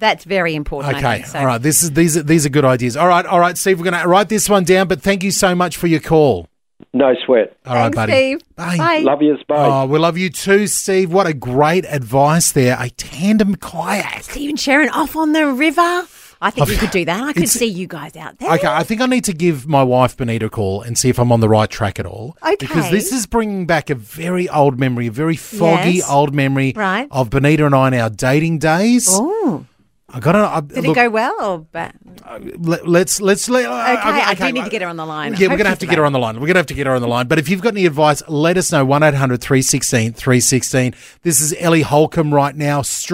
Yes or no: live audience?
no